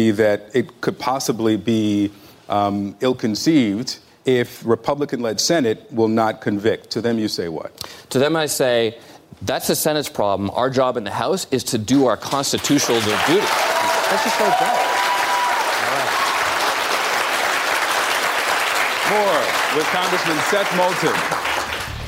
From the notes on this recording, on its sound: live town hall